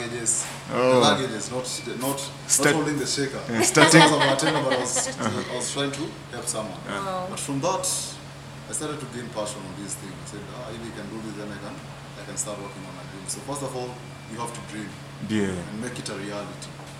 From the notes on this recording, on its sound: We apologize for the quality of audio on this podcast.